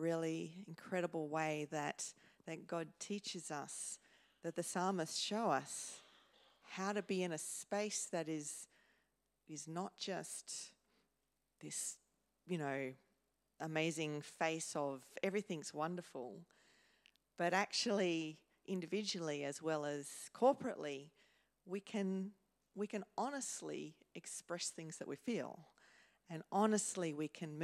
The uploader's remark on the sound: first preached in C3 Bathurst on 19 November 2023